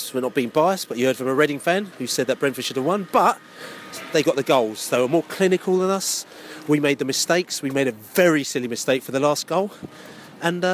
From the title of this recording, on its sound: post-match podcast from the car park